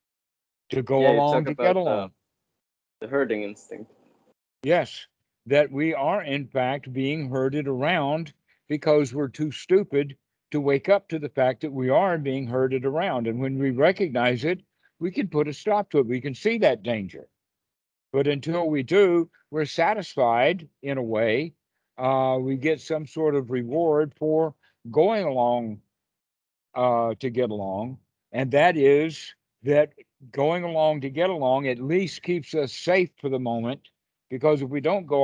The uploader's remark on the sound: skype calls